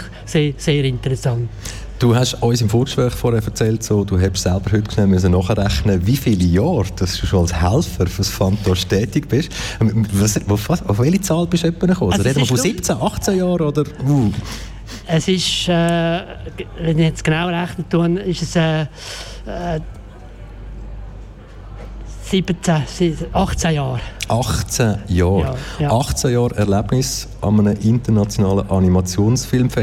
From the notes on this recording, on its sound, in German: Festivalausgabe live aus dem Merkerareal in Baden.